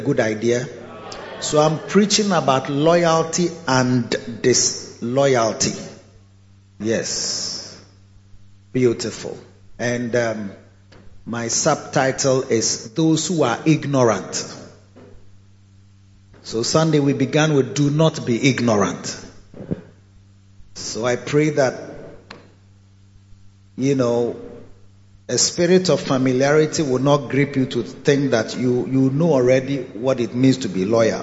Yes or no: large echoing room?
yes